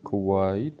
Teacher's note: К, она у нас такая огубленная, и за ней получается такая как бы полусогласная В из-за огубления